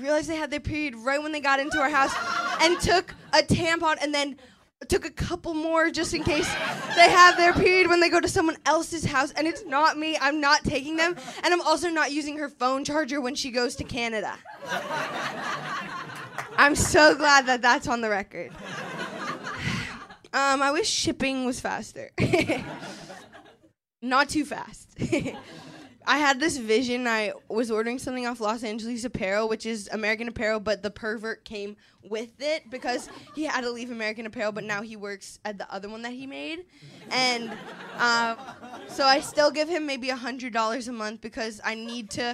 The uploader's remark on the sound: Live Show. Someone literally went into labor during this show — you can't hear it in the podcast.